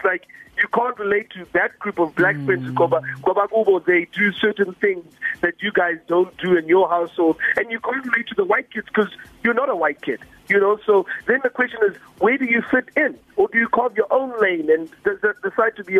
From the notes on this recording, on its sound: We Took A Call. Phoner.